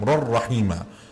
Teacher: the ra has a fathatain, and then the next ra, you merge them.